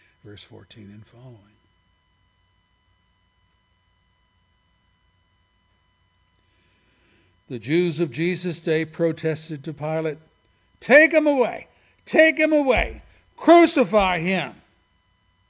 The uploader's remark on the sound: services recorded at Thornville Baptist Church